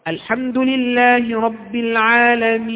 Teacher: يبقى أقول الحمد لله رب العالمين، ده قصر أعطيته حركتين، الحمد لله رب العالمين، ده توسط أعطيته أربعة حركات، الحمد لله رب العالمين، هذا ستة حركات يعني إشباع. هذا يبقى إذن لك فيه ثلاثة أوجه، لك مع المد العارض للسكون المطلق إذا كان آخره مفتوحا، يعني إذا كان السكون ده أصله فتحة فلك فيه ثلاثة أوجه مع السكون المحض، مع السكون المحض.